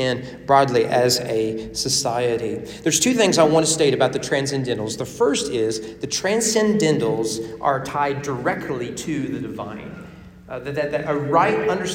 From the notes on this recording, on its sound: Sermon preached at The Frankfort Christian Academy on February 21, 2024 during chapel worship.